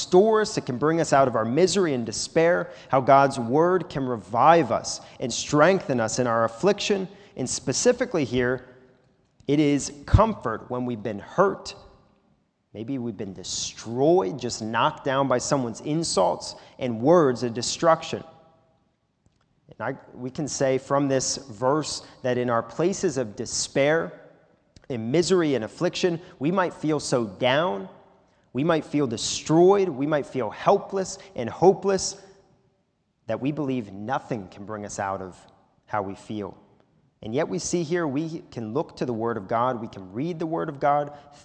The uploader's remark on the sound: This is a sermon recorded live at the Lebanon Bible Fellowship Church in Lebanon, PA. During the evening service.